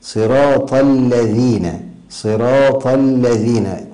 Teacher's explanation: تخرج طرف اللسان عند النطق بحرف الذال